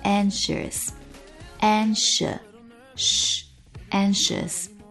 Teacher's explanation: 这里的 sh 一定要注意好，嘴型是圆的